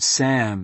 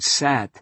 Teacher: The vowel in Sam will have a twangy nasal sound.